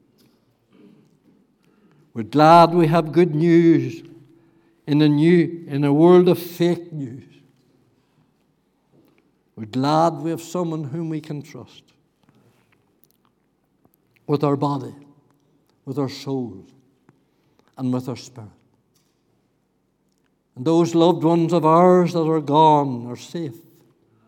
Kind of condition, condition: setting, large echoing room